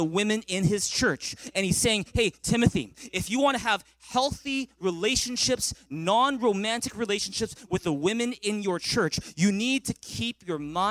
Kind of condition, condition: setting, large echoing room